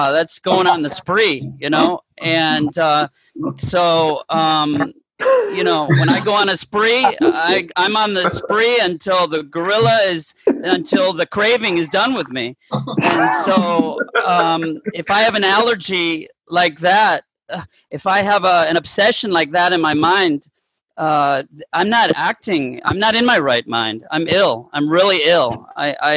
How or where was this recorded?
video call